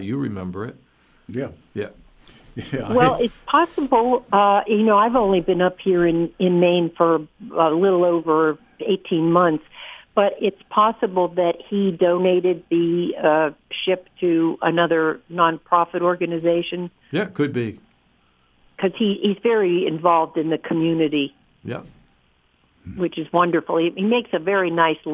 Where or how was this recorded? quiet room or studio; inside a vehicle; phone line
phone line